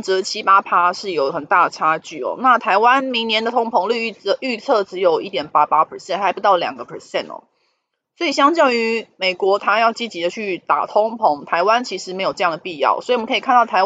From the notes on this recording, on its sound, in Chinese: 本集有些許雜音，已亟力避免，如有察覺請多多包涵